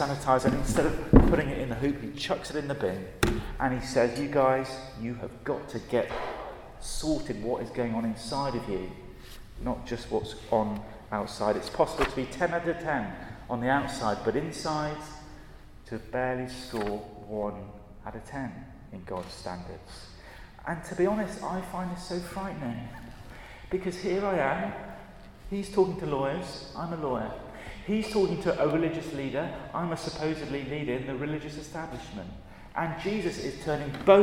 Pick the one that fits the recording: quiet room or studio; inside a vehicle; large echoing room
large echoing room